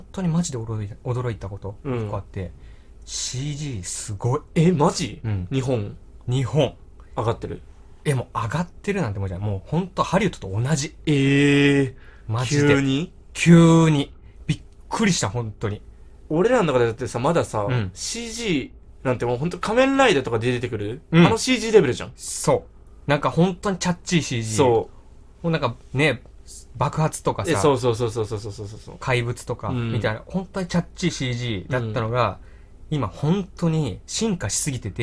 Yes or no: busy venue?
no